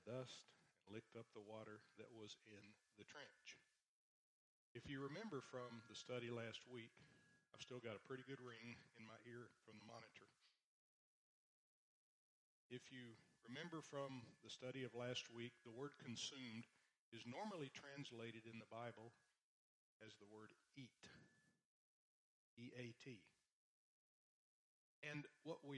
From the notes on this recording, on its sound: The first few minutes are not complete due to technical issues.